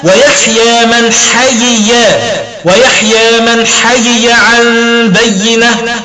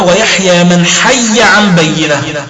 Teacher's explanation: أي أنه قرأ المرموز لهم بالألف والصاد والهاء، وهم الإمام نافع والبزي وشعبة، بإظهار الياء المدغمة مع كسرها · Shown in: first take